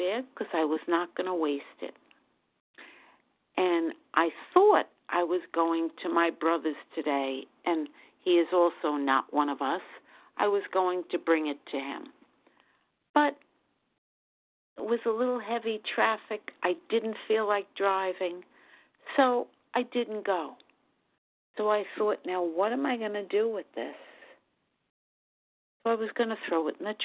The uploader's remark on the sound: Qualification from the 100 Pounders Phone Meeting.